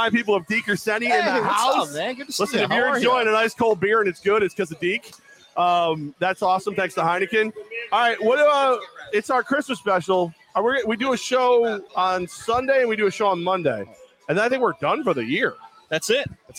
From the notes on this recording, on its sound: LIVE from Hooters on Wolf Road